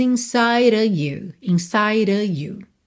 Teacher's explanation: esse OF tem som de of, não é O, é E, e não é F, é V. Mas, às vezes, Principalmente em passagens mais rápidas, ele vira só um E aqui nós temos isso.